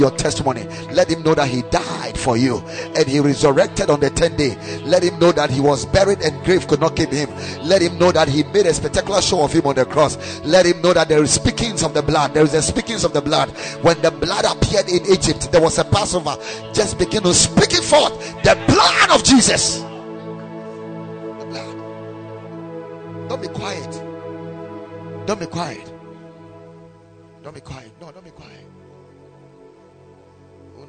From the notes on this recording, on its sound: Preached at Ekklesia Chapel